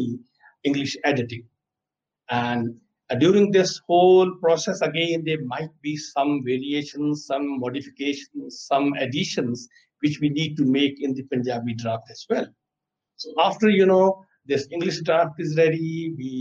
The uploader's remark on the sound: Live Webinar